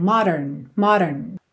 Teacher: Essa palavra modern, você pode pensar no D como um rarara, se te ajudar a fazer mais rápido.